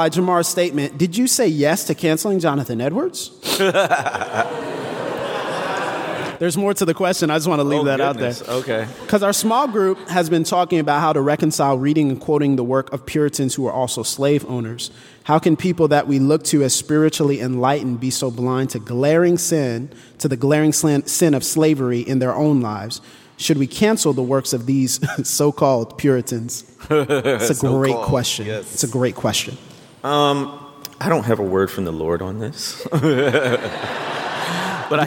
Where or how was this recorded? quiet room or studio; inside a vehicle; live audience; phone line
live audience